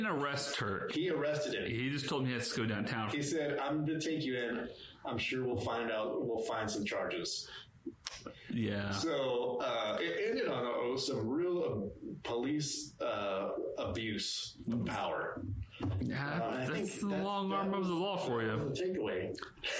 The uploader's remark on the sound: One of our mics broke... This audio sounds questionable at best.